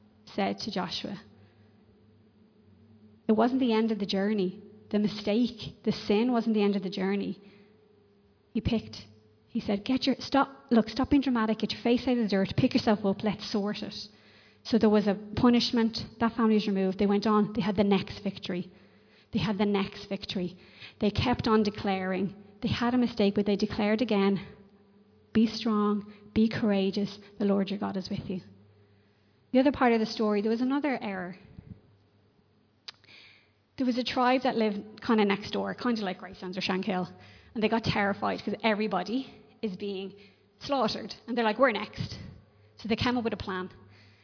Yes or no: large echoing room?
yes